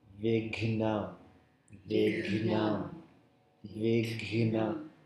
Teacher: before you articulate the N, you have to give a little ng